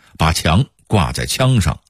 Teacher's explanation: 平谷话的显著特点是汉语拼音的阴平与阳平互换